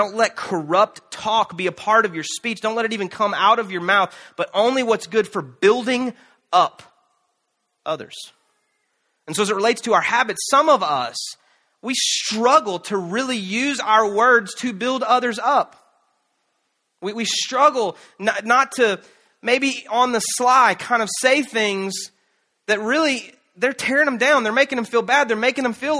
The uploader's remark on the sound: Canton Church, in Canton, GA, features live teaching